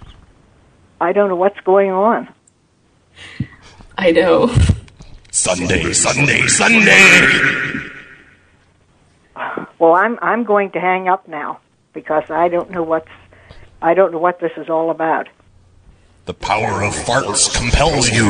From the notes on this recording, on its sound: Prank Phone Calls